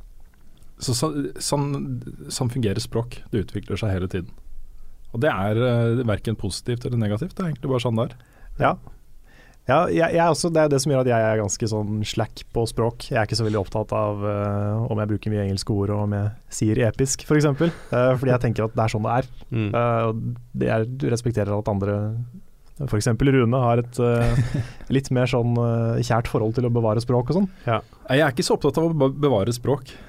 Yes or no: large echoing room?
no